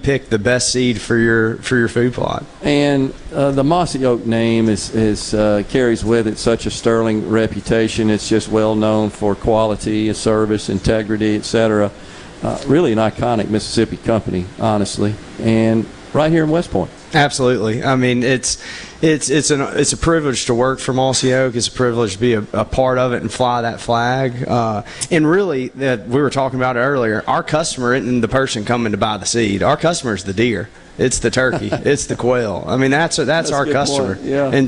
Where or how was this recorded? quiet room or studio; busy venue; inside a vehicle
busy venue